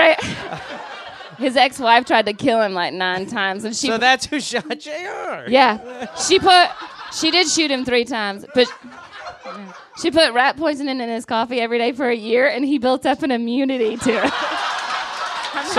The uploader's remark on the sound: Live in Los Angeles